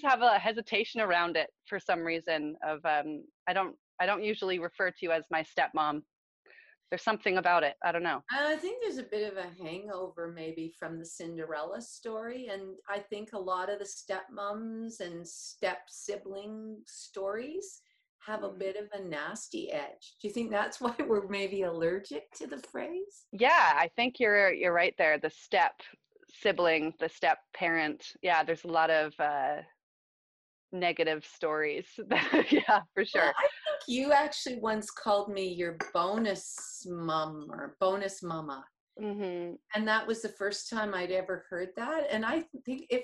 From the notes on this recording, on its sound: I meet on zoom